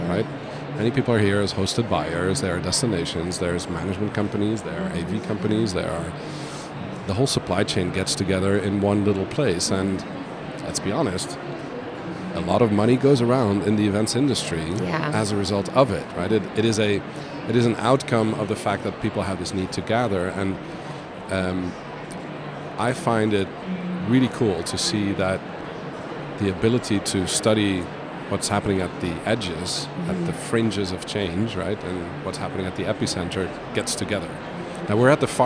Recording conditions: busy venue